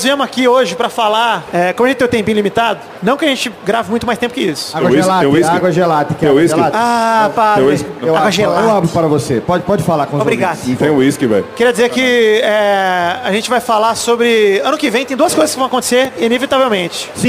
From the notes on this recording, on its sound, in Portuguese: o trecho que gravamos ao vivo do Espaço Creators na Comic-Con Experience de 2017